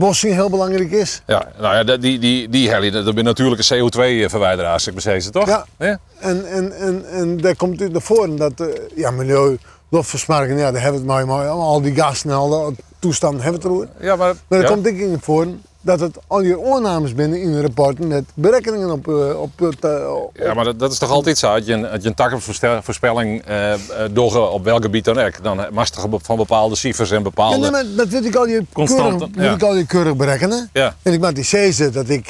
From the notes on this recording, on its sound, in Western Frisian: Op de pier yn Harns. Troch it plak fan de âlde misthoarn fan Harns en troch it radioljochtskip Jenni Baynton yn de Willemshaven.